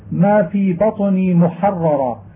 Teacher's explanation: فاعلم ذلك. وإذا أتت الراء المشددة مفتوحة وبعدها راء أخرى مفتوحة وجب أن يبين تشديد الأولى مع إخفاء تكريرها مفخمة، وتفخيم الثانية بعدها مخففة مع إخفاء التكرير أيضا